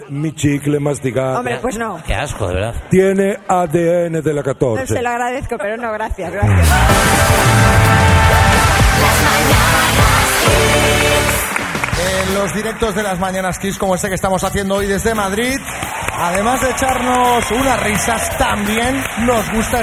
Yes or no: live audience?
yes